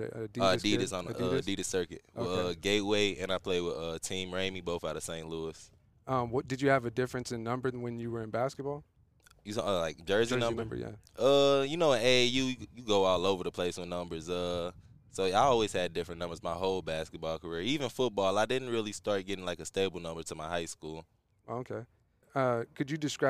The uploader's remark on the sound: We are live on location at the Friday Night Lights Youth Football Camp, hosted by KDP Athletics.